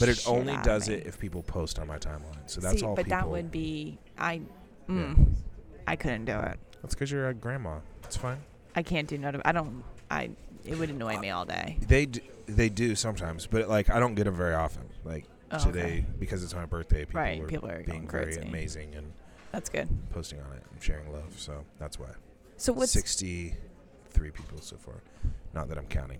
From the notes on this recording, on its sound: We Pick Up A Cup and Celebrate at Panera Bread. Live from Panera Bread.